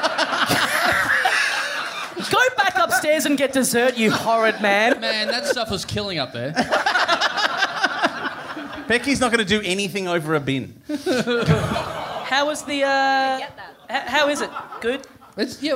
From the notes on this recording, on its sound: Recorded LIVE at The Chippendale Hotel in Sydney on July 10, 2016.